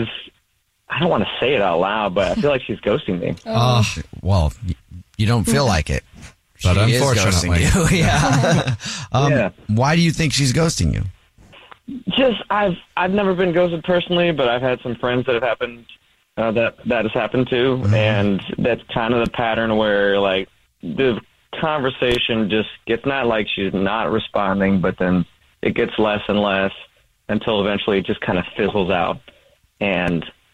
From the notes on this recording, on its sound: We get that other person on the phone